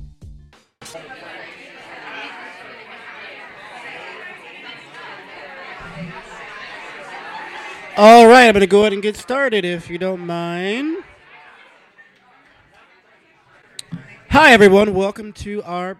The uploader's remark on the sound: Brooklyn Poets Yawp open mic